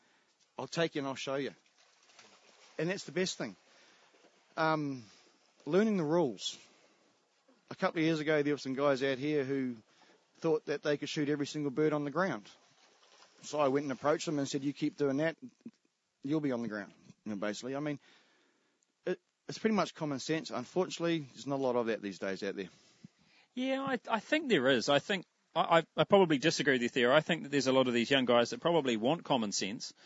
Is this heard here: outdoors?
yes